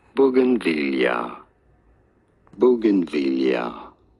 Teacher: you do want to stress on the third syllable, the V syllable